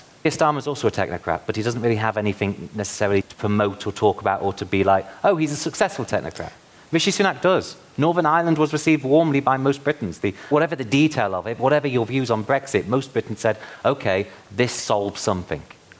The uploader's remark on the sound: A special episode of the New Statesman Podcast recorded live at the Cambridge Literary Festival.